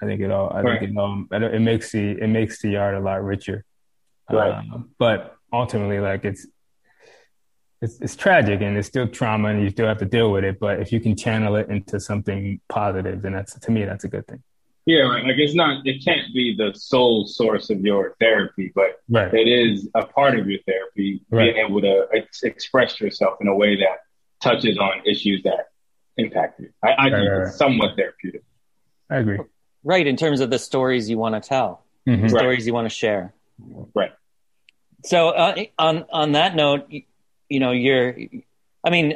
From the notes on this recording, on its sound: joined me over Zoom